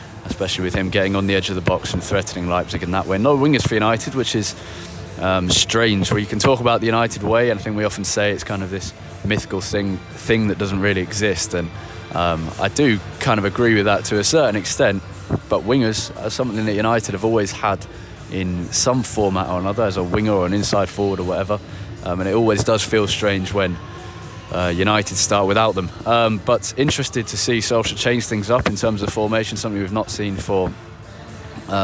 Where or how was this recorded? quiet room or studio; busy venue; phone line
busy venue